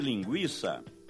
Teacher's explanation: trata-se de ditongo, o I, pronunciado de uma só vez. E por isso a letra I não leva acento.